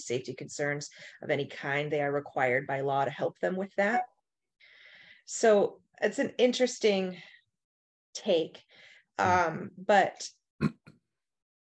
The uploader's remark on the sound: In Raleigh, NC and Appleton, WI on Zoom.